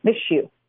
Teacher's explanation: you actually assimilate those sounds and make it a sh sound instead of an S plus a Y